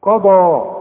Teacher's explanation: القاف والضاد مفخمين، والمد كمان